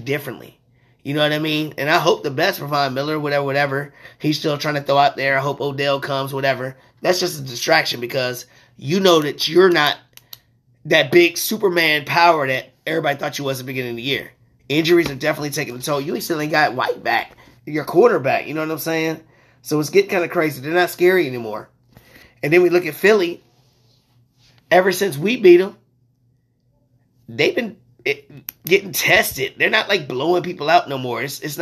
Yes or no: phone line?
no